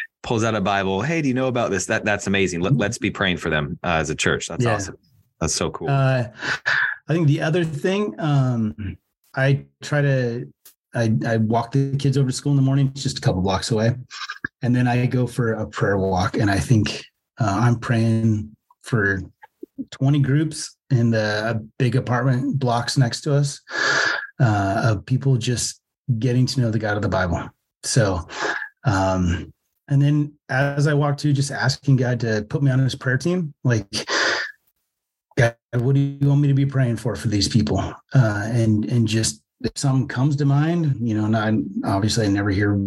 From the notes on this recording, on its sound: Has a Zoom interview with missionary. The audio quality on this episode is a little bit worse than usual due to recording over Zoom.